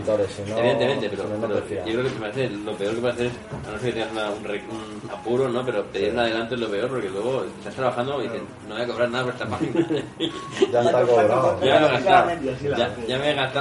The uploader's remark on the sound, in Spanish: Charla de la III Buldog Con. Esta vez, el evento tuvo lugar en Atom Comics, en Madrid.